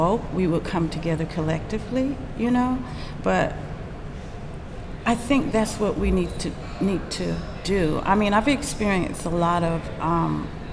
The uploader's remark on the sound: Recorded live at Gallery 72